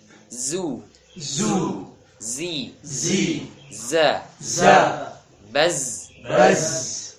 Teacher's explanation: Adapun zai tidak ada aliran nafas yang mengalir. Jadi kalau mengucapkan huruf zai ya, masih mengalir nafasnya, berarti belum tepat.